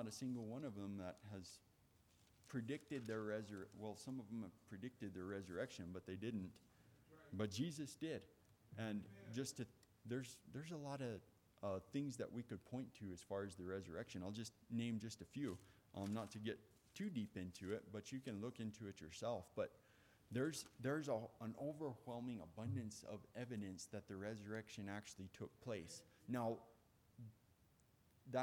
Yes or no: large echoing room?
yes